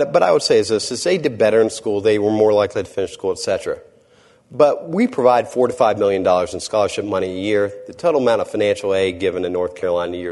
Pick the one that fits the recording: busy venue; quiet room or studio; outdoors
busy venue